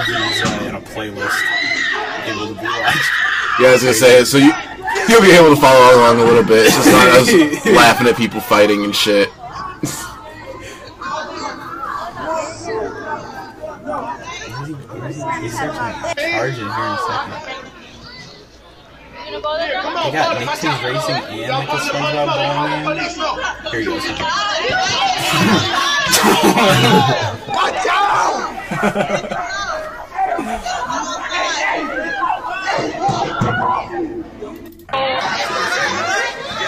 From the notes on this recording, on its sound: The audio is not perfect and we apologize, we were learning